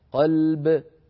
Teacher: فأعطي اللام حظها من البينية والباء حظها من الشدة والقلقلة